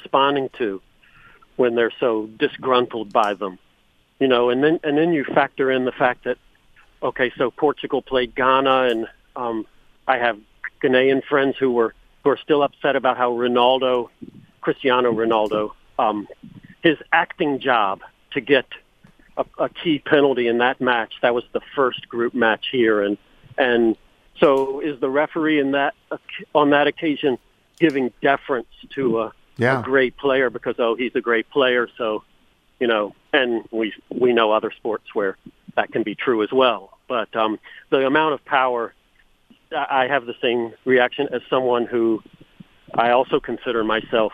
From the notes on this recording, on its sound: phones in from Qatar